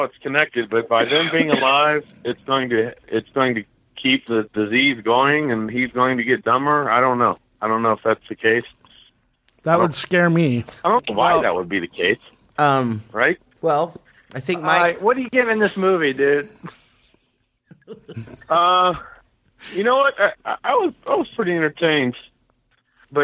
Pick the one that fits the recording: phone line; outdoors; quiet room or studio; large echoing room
phone line